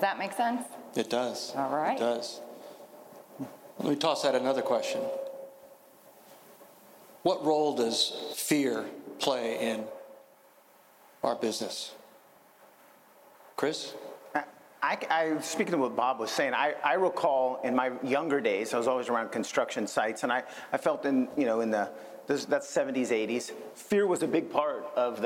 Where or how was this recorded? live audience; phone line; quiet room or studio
live audience